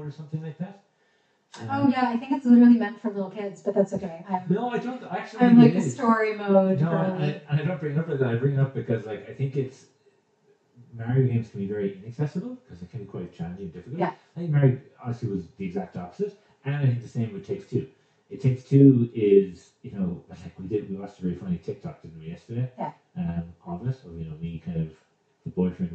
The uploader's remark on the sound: We had a few issues with sound on this one, so apologies!